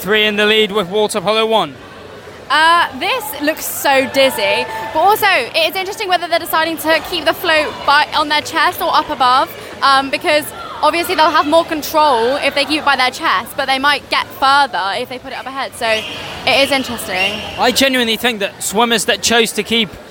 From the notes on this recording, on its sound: Welcome to St Sidwell's Point and welcome to live coverage of the Ultimate Swim Off - a Movember charity event involving six aquatic clubs: Swimming, Canoe, Surf, Waterpolo, Triathlon and Windiriding! Two-part special commentary.